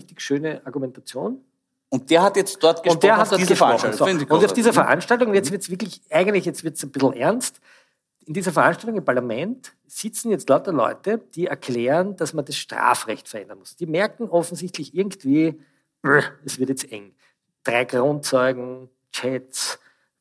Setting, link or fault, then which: setting, live audience